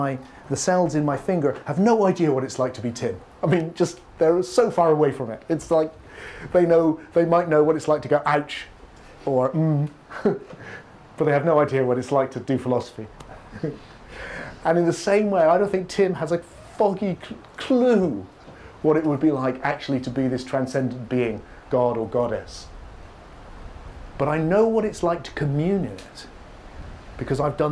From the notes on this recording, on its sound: Filmed in the Fire Temple at Broughton Hall, Yorkshire during The Deep Awakening 2019 retreat.